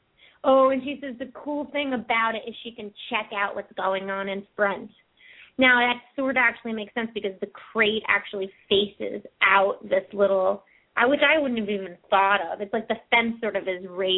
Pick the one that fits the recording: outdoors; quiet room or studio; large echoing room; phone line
phone line